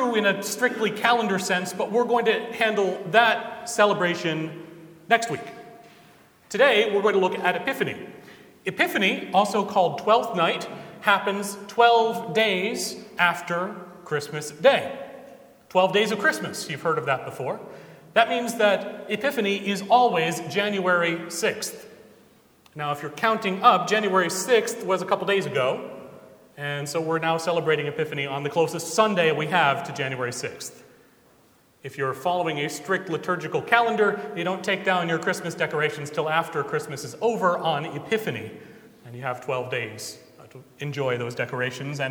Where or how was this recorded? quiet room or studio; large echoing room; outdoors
large echoing room